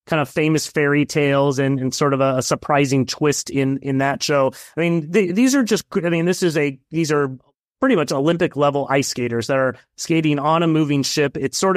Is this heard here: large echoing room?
no